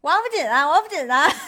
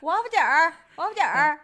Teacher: 你没有儿化，你要儿化还要懒散 · Shown in: second take